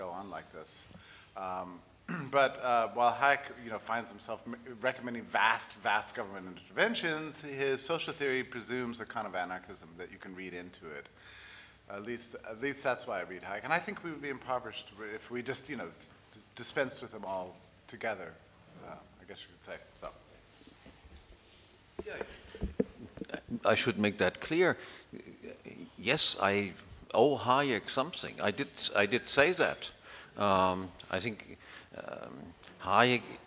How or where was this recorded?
live audience